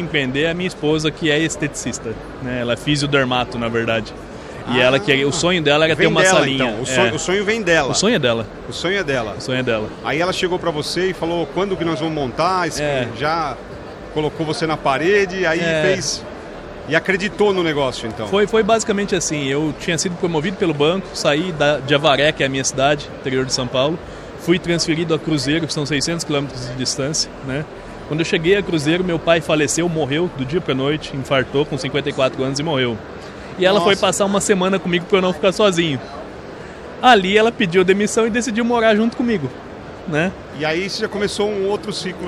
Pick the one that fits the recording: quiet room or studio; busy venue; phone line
busy venue